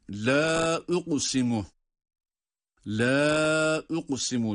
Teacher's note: Medden sonra, yani uzatma durumundan sonra diğer kelimenin başında hemzenin gelişi ile burası dört elif miktarına kadar uzatılabilir. · Term: meddi munfasıl